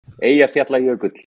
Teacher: it's a double L that translates to a T